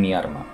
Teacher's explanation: la confusión de la L y R implosiva, o también conocido como rotacismo